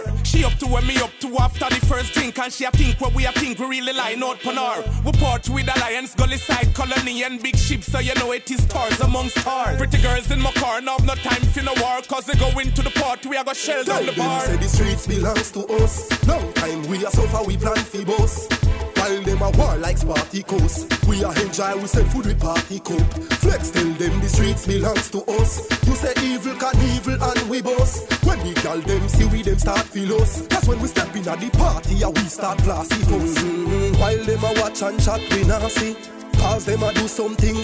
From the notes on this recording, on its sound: Was performing at a launch in New Kingston so I had to have a chat with him backstage.